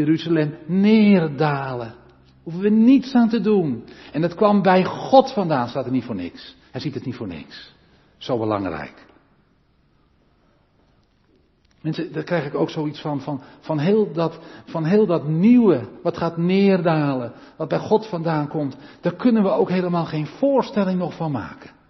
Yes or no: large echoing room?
yes